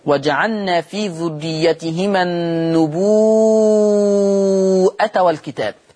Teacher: اللفظ الآخر لفظ النبوة، يقرأ ورش هذا اللفظ النبوة، يقرأها النبوءة، فتمد الواو أيضا مدا مشبعا فتصير من قبيل المتصل